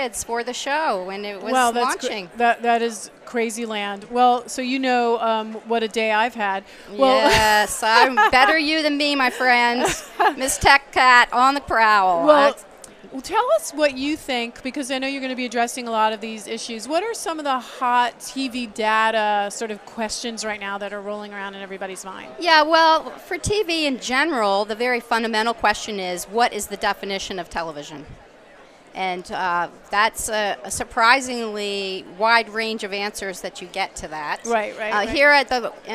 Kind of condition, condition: setting, busy venue